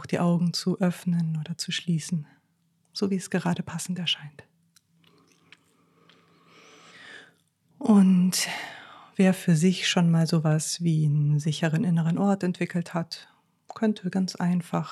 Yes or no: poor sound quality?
no